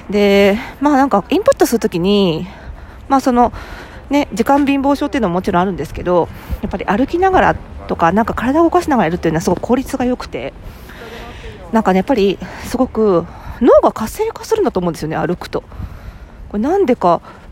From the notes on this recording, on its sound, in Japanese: 久々の屋外収録！本日は久々に外で収録してみました。初夏の目黒川沿いを歩きながら。